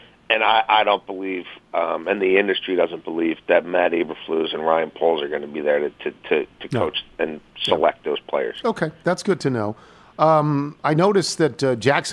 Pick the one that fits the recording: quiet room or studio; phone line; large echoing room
phone line